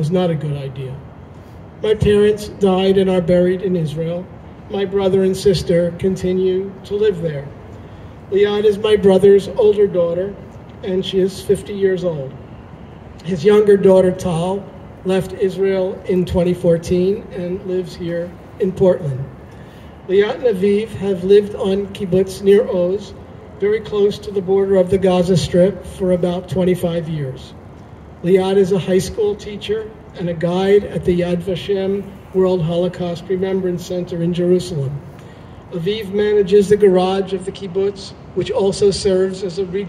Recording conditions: phone or laptop microphone